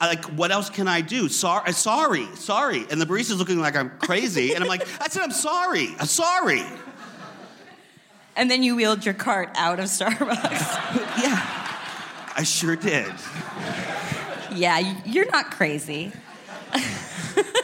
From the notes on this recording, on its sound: LIVE from the Garry Marshall Theatre. Onstage.